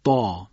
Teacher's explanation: به این ترتیب طا رو درش ادا میکنیم، چون حرف طا هم اطباق داره هم استلا داره